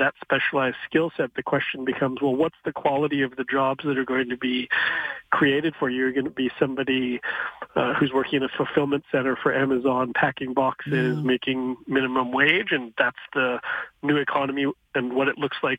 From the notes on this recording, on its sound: Then the phone lines were opened to hear what you had to say.